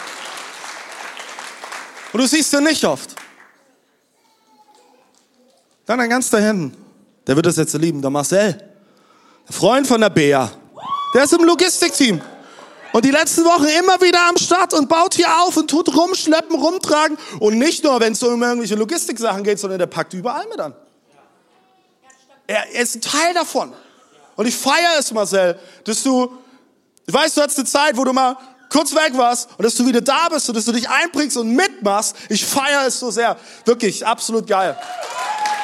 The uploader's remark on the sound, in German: Audiomitschnitt der Predigt vom 16.04.23.